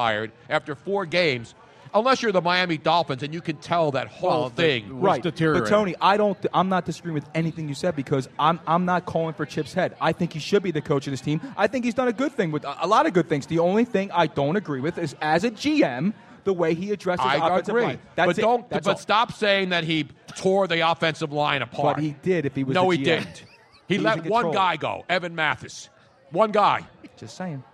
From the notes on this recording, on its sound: LIVE from the 1yr anniversary of Moonshine Restaurant in SPhilly. His Soundboard gets "christened" by a Pigeon.